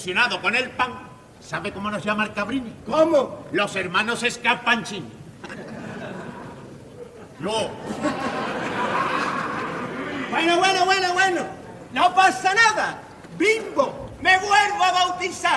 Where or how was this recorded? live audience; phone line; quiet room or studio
live audience